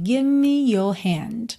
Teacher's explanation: você quase nem ouve o V. Porque você está vindo fazer o V, give, e já junta os lábios para o M